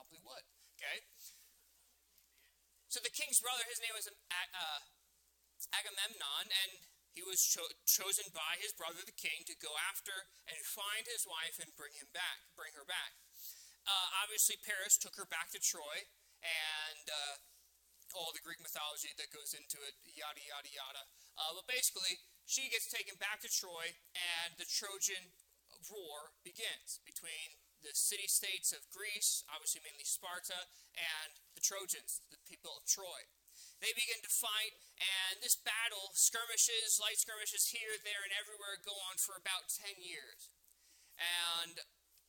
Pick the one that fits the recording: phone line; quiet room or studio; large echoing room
large echoing room